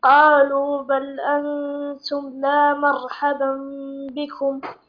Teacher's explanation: إقلاب النون ميم وإخفائها عند الباء